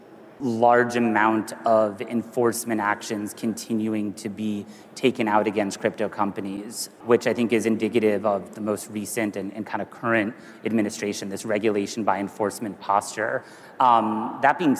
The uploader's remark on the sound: A Consensus 2023 panel